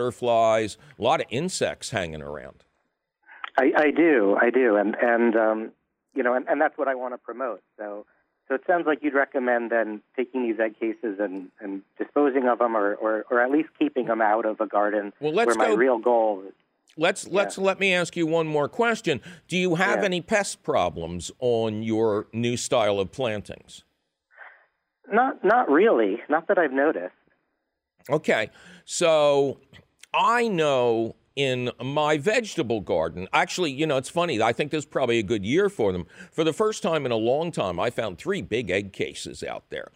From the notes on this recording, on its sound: Take a couple of your fabulous phone call questions.